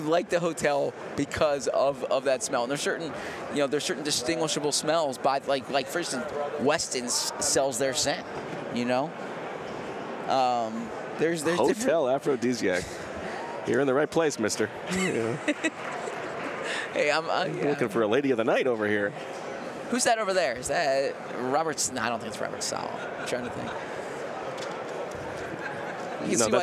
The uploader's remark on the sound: Live from radio row at the Super Bowl in Las Vegas